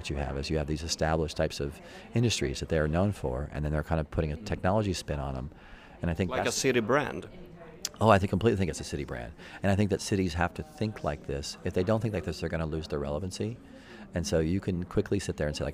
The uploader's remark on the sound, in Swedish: Från SXSW i Austin. Kommunikationspodden kör hela veckans avsnitt från festivalen South By Southwest Interactive i Austin, Texas.